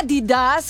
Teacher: Dovrebbe essere Adidas con l'accento leggermente sulla prima sillaba e non Adidas.